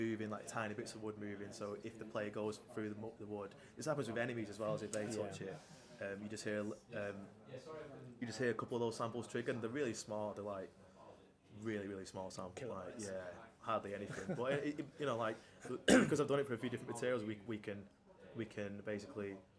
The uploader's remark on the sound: At EGX Rezzed in Birmingham